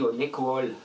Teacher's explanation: le O, il est légèrement mouillé